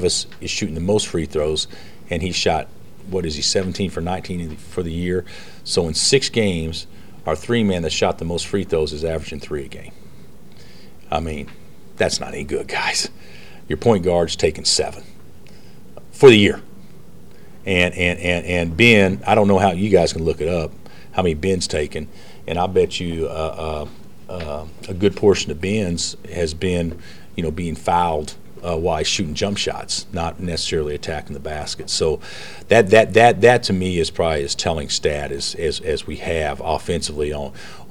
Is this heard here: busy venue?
yes